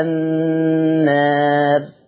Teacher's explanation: حال الوقف عليها لورش عن نافع والألف مقللة فمعنى ذلك يترتب على ذلك ترقيق الراء